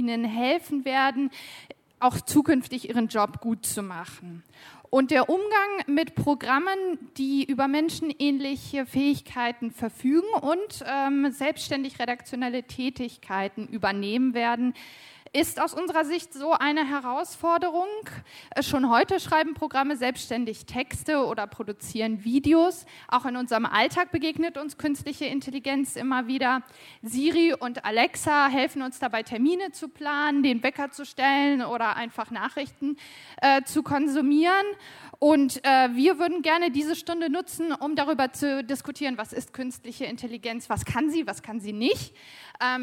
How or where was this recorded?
busy venue